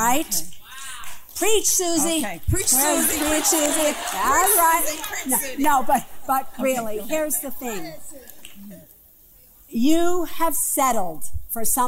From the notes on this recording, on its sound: Appearance at the legendary Apollo Theater in Harlem, NY, as part of the Women of The World Festival on March 16, 2019.